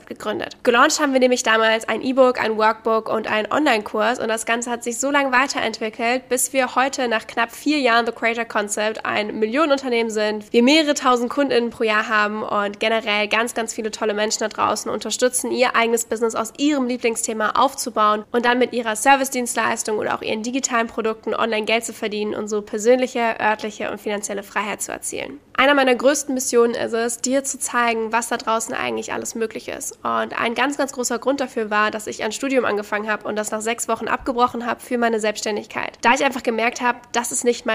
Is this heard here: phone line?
no